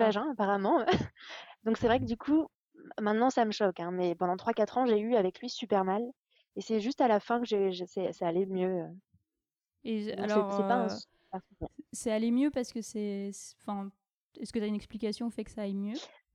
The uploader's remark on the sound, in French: Comme vous l’entendrez, l’interview a été faite par téléphone. Même à distance.